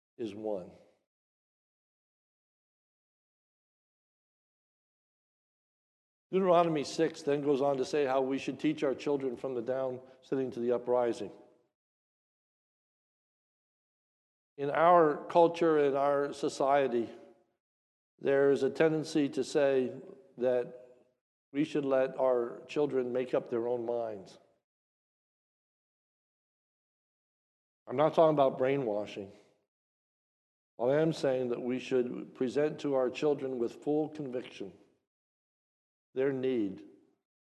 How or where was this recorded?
large echoing room